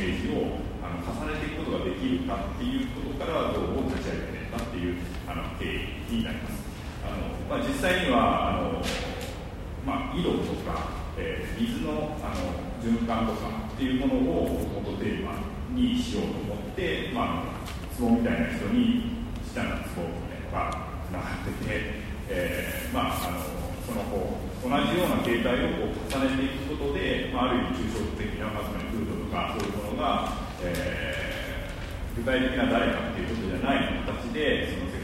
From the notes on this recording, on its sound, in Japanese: のトークイベントの録音です。会場：武蔵野美術大学鷹の台キャンパス 2号館309、310教室。